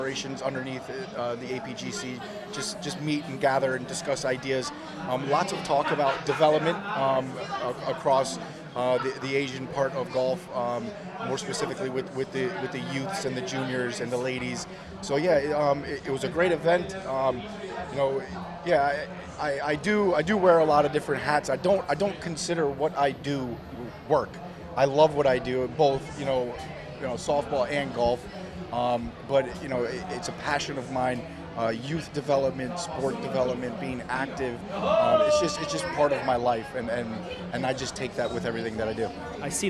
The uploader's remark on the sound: From our original home, Barasti